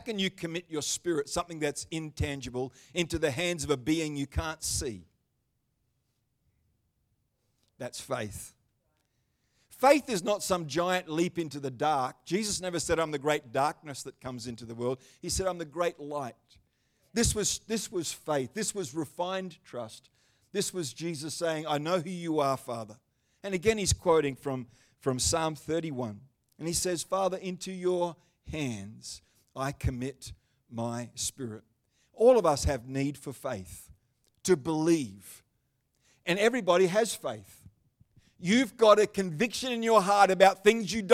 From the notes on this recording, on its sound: The Good Friday service of 2023. Live stream of Destiny Church Atherton.